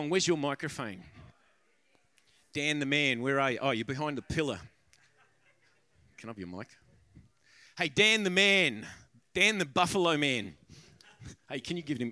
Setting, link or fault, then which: setting, live audience